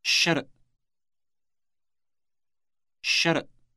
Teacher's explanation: Note that the first sound, sh, is long.